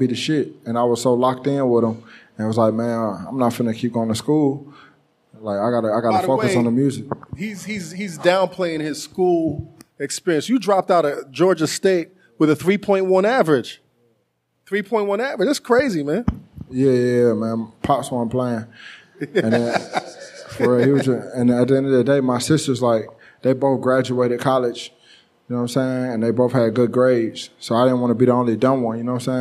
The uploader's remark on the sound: On this special episode we head to the beautiful city of Los Angeles for a LIVE taping